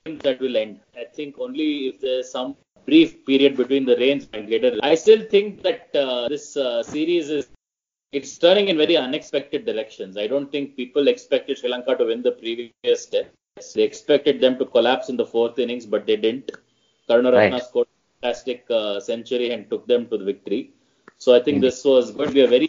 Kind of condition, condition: fault, poor sound quality